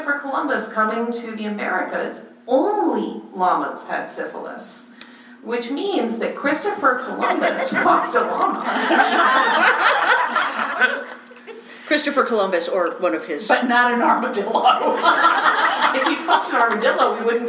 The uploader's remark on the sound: This episode is LIVE FROM PHOENIX COMICON